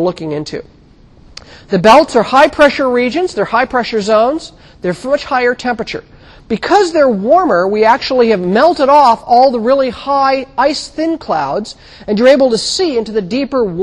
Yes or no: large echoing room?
yes